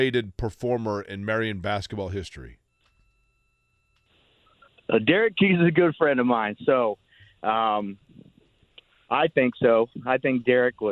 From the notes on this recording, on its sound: is on the phone line